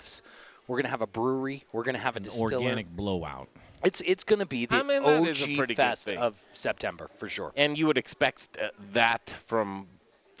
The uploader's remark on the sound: The Modern Eaters returns to the Potato Festival in Monte Vista Colorado with the Colorado Potato Administrative Committee! Rain Brews hosts us for a live show, and this place is cool! It's a coffee shop, craft beer tap room, and restaurant in a historic and beautiful building in downtown Monte Vista!